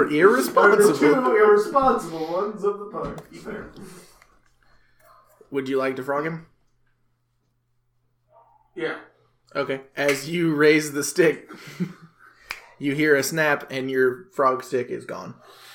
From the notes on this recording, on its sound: Sorry for the crappy audio this week, we tried a new mic setup that didn't work out.